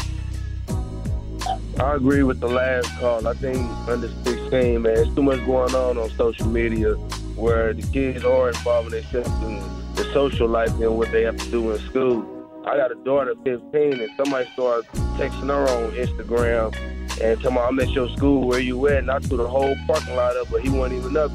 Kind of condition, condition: link, phone line